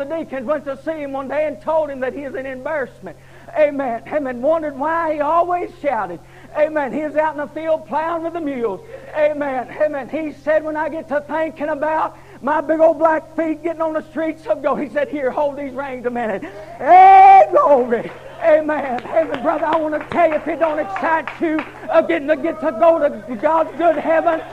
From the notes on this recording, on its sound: Preaching at Harvest Time Holiness Church in Abington, VA. Was broadcast on Echoes of Holiness Radio in 2021.